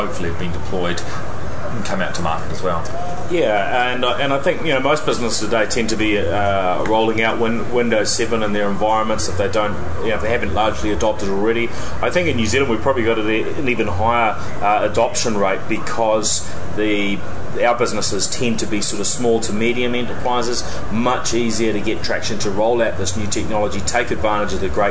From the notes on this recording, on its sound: This special edition of the NZ Tech Podcast reports lives from Microsoft’s Worldwide Partner Conference (USA).